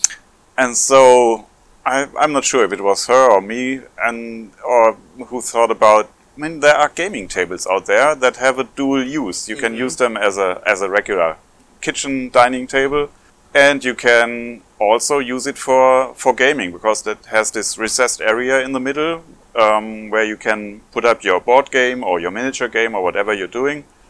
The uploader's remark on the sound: This is the second of two live episodes recorded at TotalCon 2023.